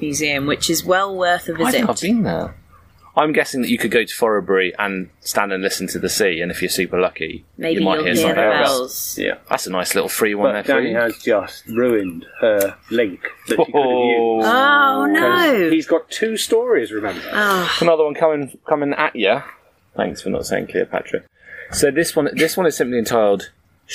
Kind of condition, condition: setting, outdoors